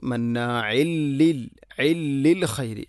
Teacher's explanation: മന്നാഇൽ ലിൽ തൻവീൻ ശേഷം ലാം ഇദ്ഗാം ബിലാ ഗുന മന്നാഇൻ ലി. അപ്പോൾ തൻവീനിനെ ലാമിലേക്ക് ഇദ്ഗാം ചെയ്യണം മണിക്കാതെ. അപ്പോൾ വായിക്കേണ്ടത് മന്നാഇൽ ലിൽ ഇല്ലിൽ ഖൈരി.